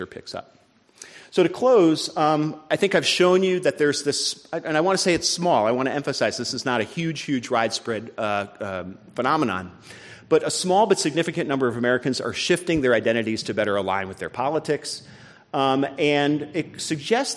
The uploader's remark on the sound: This program was recorded in front of a live audience on April 12th, 2019. Was hosted by the Charles and Louise Travers Department of Political Science at UC Berkeley in cooperation with The Commonwealth Club of California.